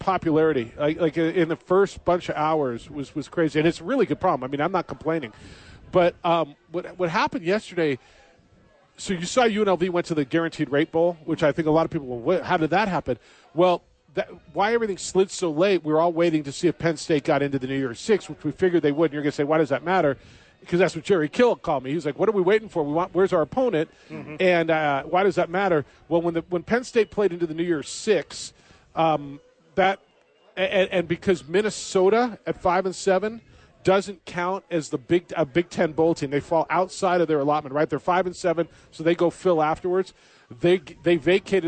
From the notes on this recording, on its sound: live at Howies!